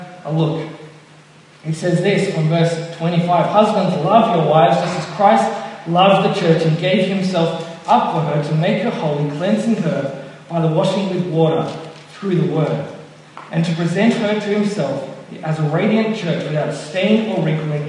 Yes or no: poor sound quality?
yes